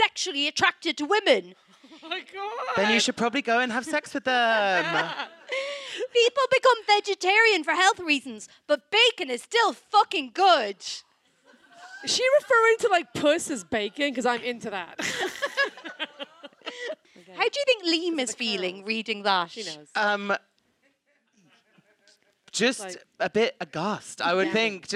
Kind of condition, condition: setting, live audience